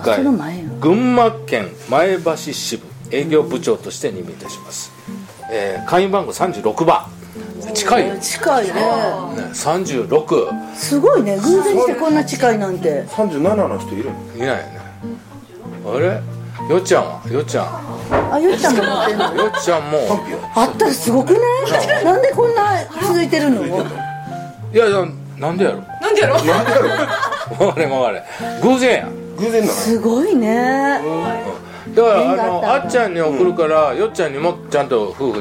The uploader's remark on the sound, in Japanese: 群馬県前橋市のヘアーサロンマルヤマにて。公開収録。